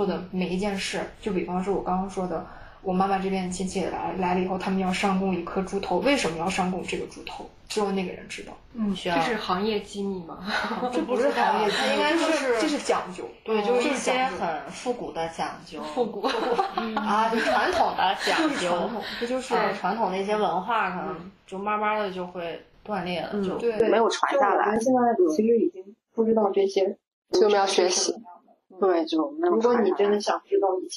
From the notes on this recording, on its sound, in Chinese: 因环境和设备问题，这期内容会有较明显的杂音